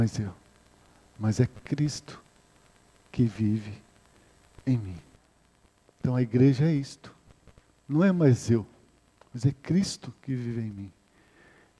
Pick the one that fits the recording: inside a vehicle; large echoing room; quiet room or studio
large echoing room